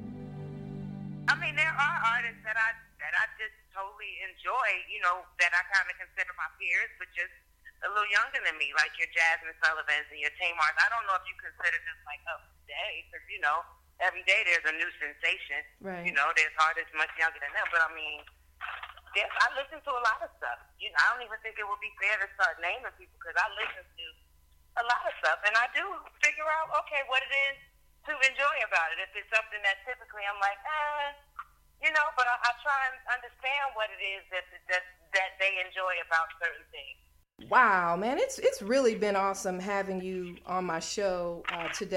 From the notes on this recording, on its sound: chats on the phone